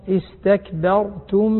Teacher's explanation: لاحظ تفخيم الراء إذا كانت ساكنة وقبلها فتح تفخم